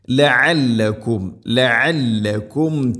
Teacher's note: ഇവിടെ ഐനിൻ്റെ ശബ്ദം അവർ മഖ്റജ് ശ്രദ്ധിക്കണം, തൊണ്ടയുടെ മധ്യഭാഗമാണ് ഐനിൻ്റെ മഖ്റജ്.